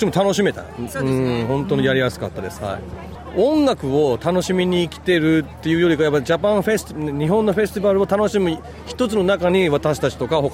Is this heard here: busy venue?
yes